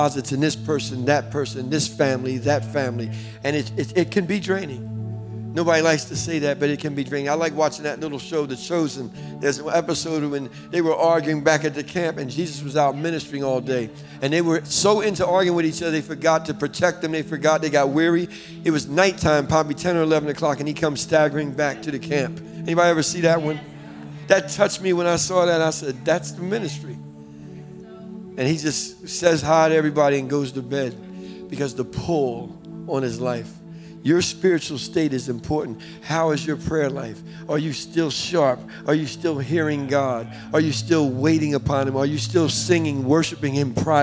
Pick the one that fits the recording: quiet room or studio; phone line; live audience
live audience